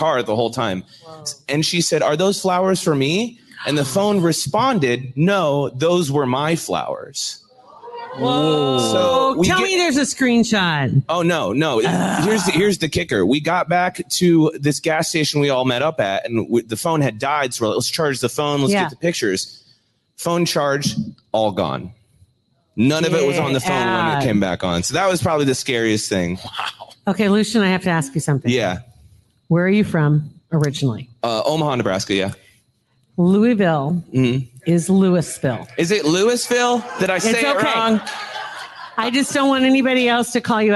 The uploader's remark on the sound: LIVE podcast recording at Hurrdat Sports Bar